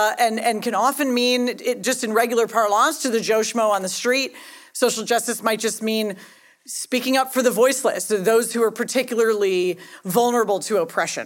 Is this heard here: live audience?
yes